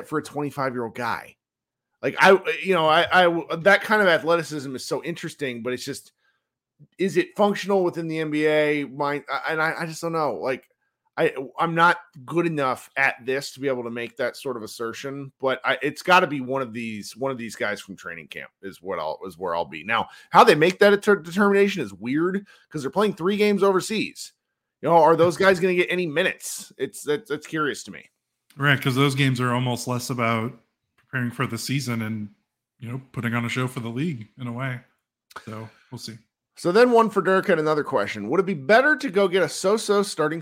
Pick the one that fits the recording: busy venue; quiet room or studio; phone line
quiet room or studio